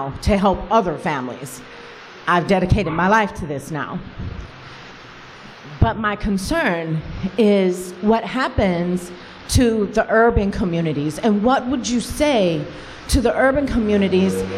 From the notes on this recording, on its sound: At this year’s annual Porcupine Freedom Festival in New Hampshire